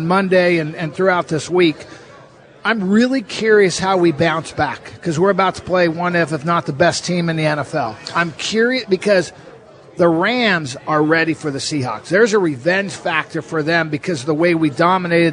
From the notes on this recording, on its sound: sit down live at Pearl Bar and Dining